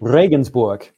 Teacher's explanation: in the standard language, you roll your tongue at the back of your throat, which is kind of hard for us to do.